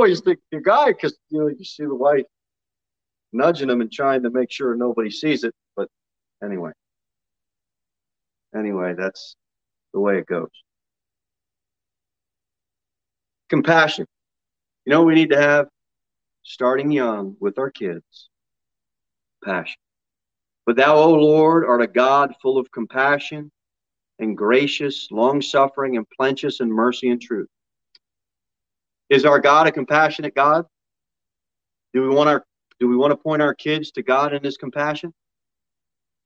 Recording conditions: large echoing room